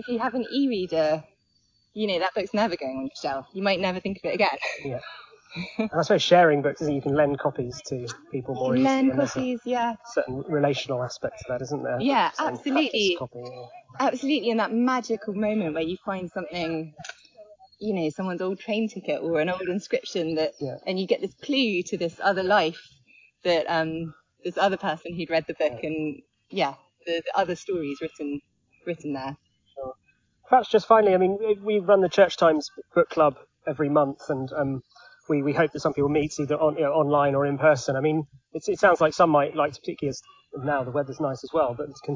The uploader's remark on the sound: Recorded while walking round Clissold Park, in north London.